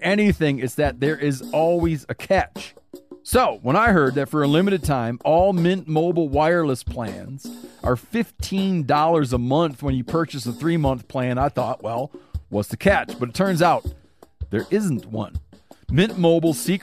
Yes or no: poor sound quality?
no